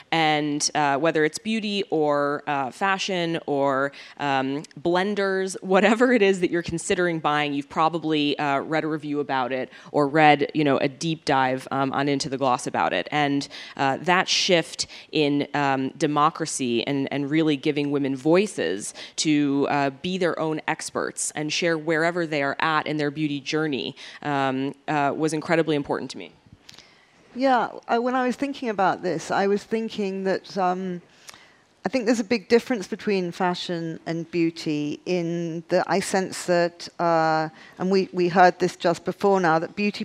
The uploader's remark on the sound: on stage at #BoFVOICES